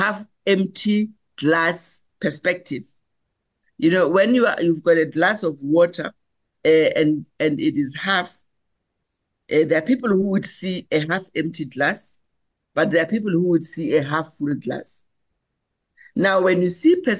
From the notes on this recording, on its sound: The Transformation Table Zoom Meeting 8 Feb 2024